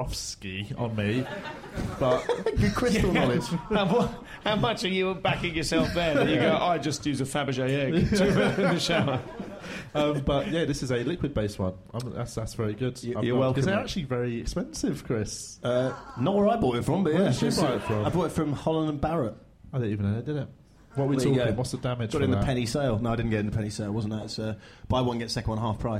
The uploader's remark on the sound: Live from the Phoenix in Oxford Circus